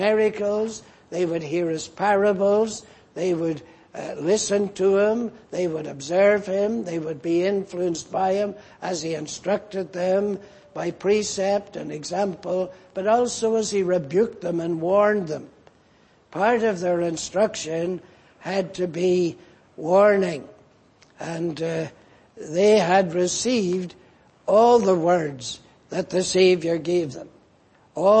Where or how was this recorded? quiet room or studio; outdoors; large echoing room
large echoing room